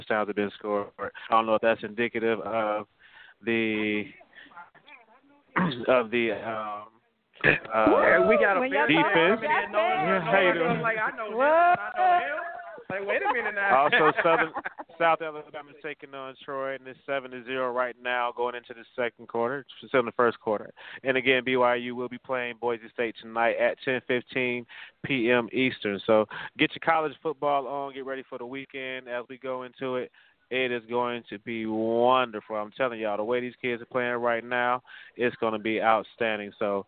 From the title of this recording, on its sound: Live from Bears vs Packers Viewing Event